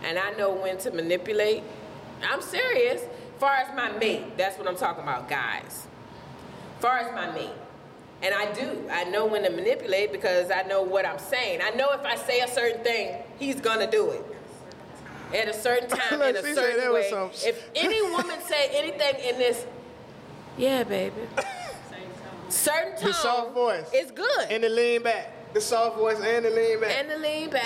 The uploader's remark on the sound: Before a LIVE audience. Actual LIVE audience participation.